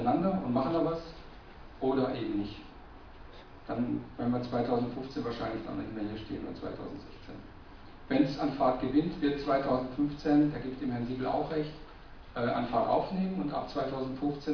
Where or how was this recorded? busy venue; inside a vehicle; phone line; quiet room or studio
busy venue